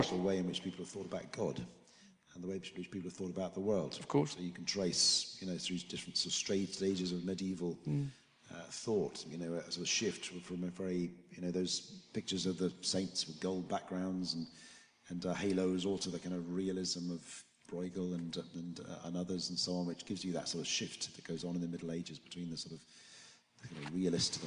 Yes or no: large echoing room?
yes